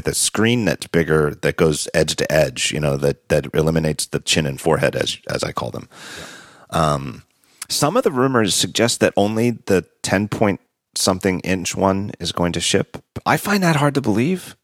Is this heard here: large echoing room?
no